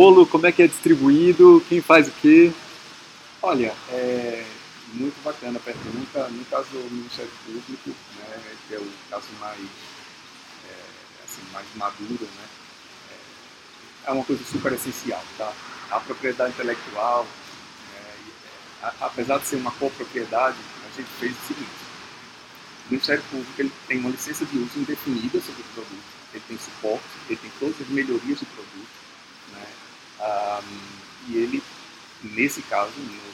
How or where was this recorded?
busy venue